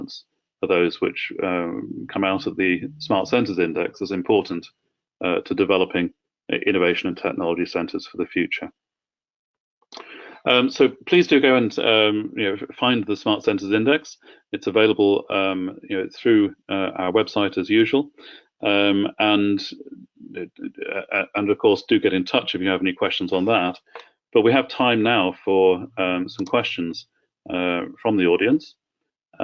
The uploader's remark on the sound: We presented in the webinar